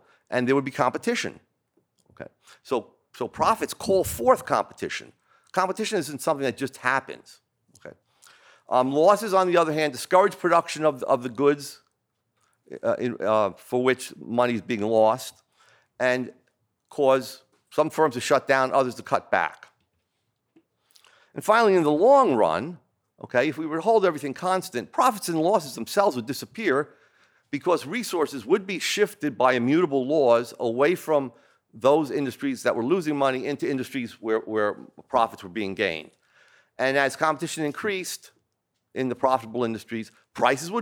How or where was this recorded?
large echoing room